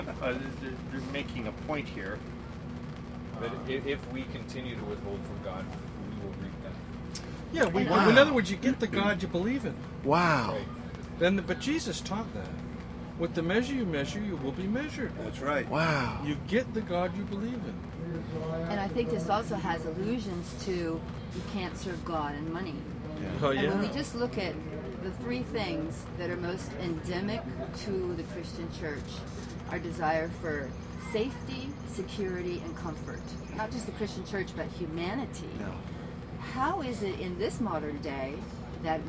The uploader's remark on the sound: podcast from the Wild Goose Festival